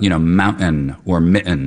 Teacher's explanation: So what's happening there is I'm using a glottal stop, which is a sound you make, at the level of the larynx